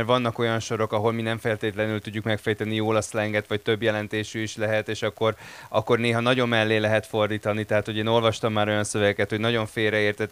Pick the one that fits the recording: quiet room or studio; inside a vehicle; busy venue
busy venue